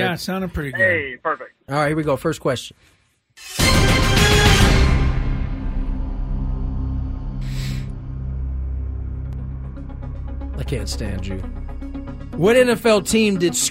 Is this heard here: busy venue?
no